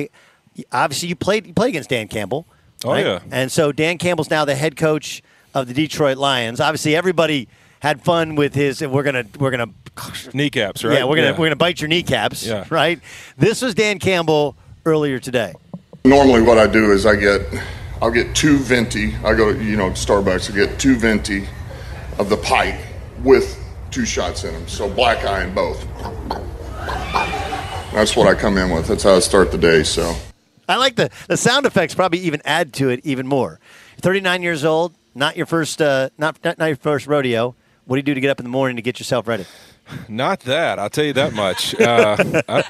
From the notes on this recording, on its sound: Live from Rams Camp. Live from Rams Training Camp in Irvine, CA!